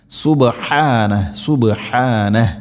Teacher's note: സുബഹാന ഹാൻ്റെ മഖ്റജ് തൊണ്ടയുടെ മധ്യഭാഗമാണ്, ശ്രദ്ധിച്ചുകൊണ്ട് ഉച്ചരിക്കണം.